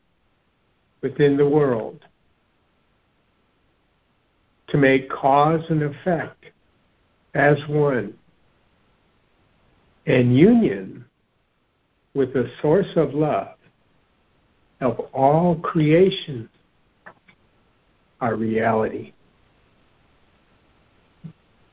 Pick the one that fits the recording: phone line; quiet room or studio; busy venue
phone line